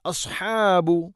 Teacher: സ്വാദ് സ്വരഭാരത്തിൽ ഉച്ചരിക്കേണ്ട അക്ഷരമാണ്, നാവിൻ്റെ മധ്യഭാഗം അണ്ണാക്കിലേക്ക് ഉയർന്നു നിൽക്കണം. അസ്ഹാബ്, ഹ തൊണ്ടയുടെ മധ്യഭാഗം, അസ്ഹാബ് എന്ന് പറയരുത്.